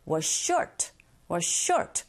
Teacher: 일단은 was의 z, short의 s, 겹자음입니다. 이런 경우에 첫 번째 자음의 소리를 그냥 흘려보내세요. 그래서 was you short 할 필요 없이 was short, was short.